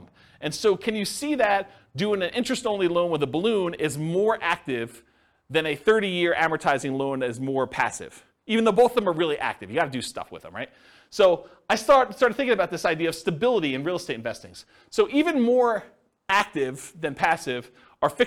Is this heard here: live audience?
yes